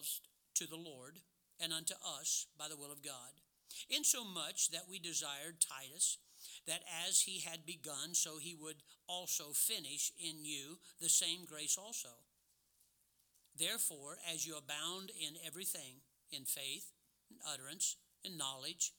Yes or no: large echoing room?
yes